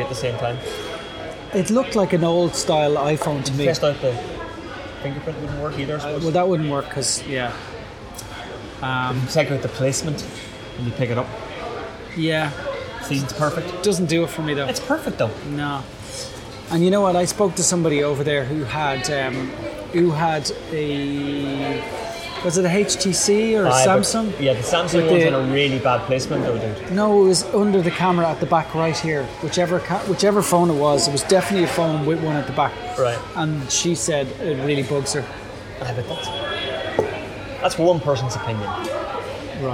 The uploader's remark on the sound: This week's episode has some serious background noise annoyance. We decided to meet up half way to record this episode and it turns out that Mcdonalds is not the best place for recording audio.